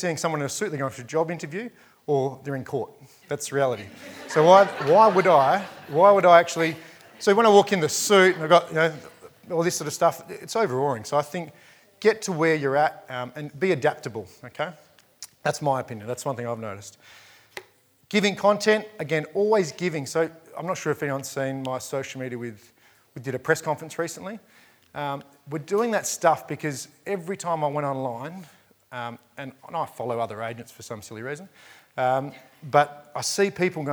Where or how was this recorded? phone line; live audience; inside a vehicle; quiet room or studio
live audience